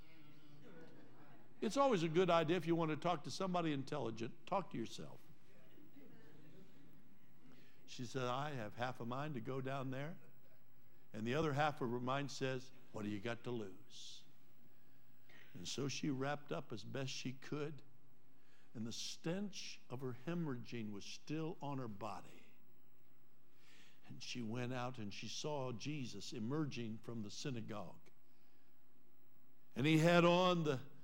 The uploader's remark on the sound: Trinity Church Live.